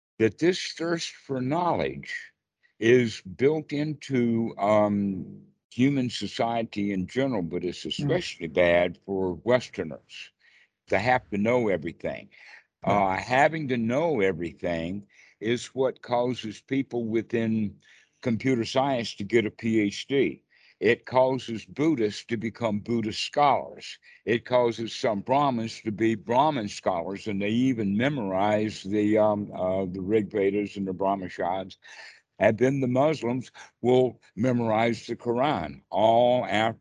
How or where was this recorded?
video call